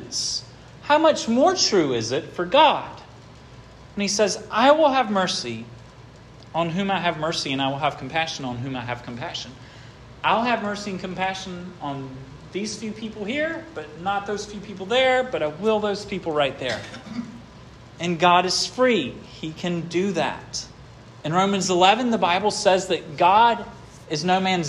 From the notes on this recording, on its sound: This sermon was preached at Hope Fellowship